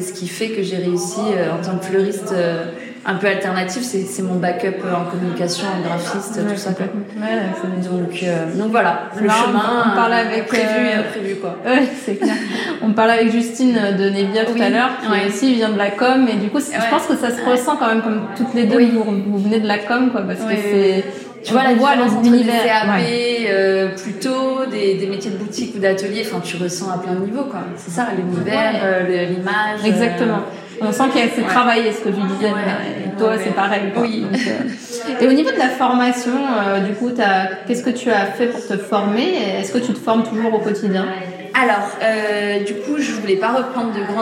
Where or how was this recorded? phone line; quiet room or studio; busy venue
busy venue